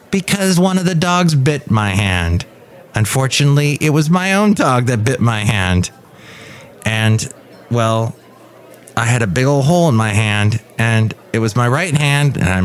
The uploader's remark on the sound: Podcasts live from Café Anyway.